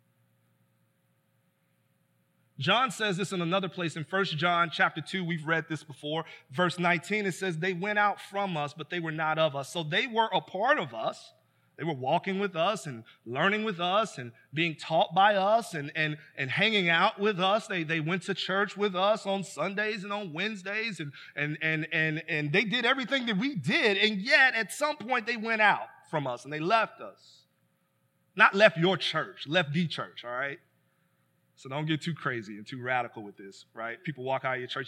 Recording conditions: large echoing room